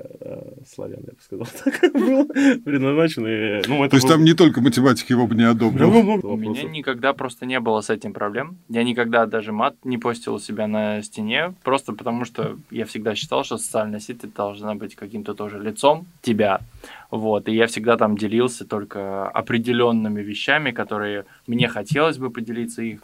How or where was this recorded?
phone line